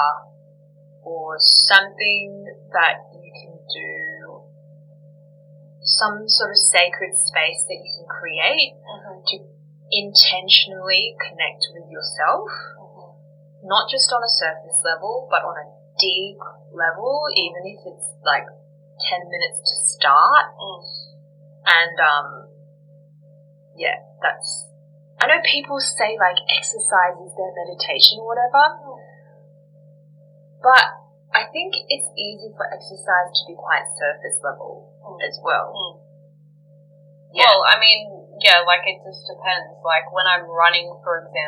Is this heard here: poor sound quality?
yes